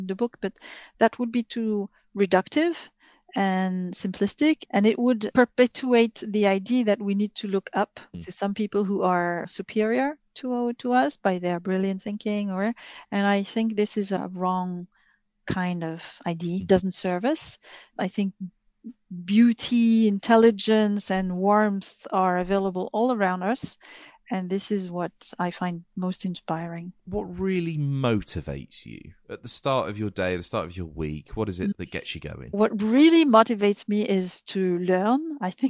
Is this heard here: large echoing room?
no